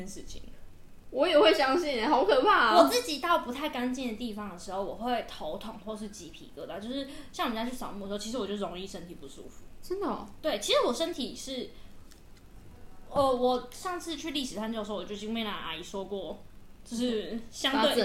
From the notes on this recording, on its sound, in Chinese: 這集很多拆食玩包裝的雜音！能剪掉的盡量剪掉了！請見諒！